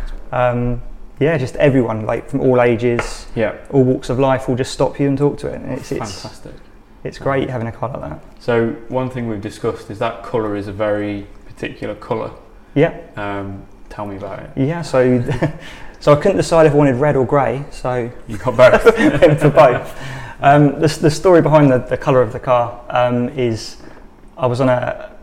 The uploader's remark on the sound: Allowing us to record in the café. Following our first cars and coffee event.